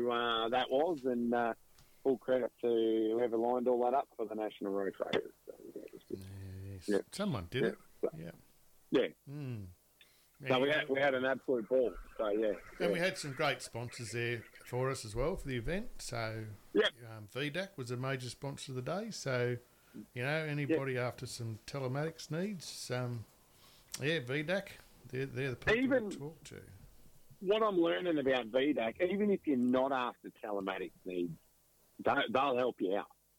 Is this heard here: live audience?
no